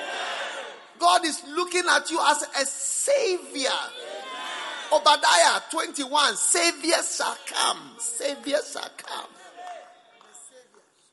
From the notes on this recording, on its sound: Preached at the Christmas Service.